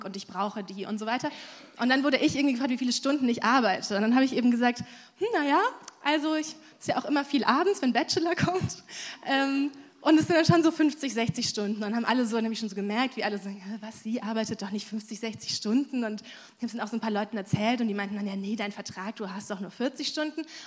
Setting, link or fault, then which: setting, live audience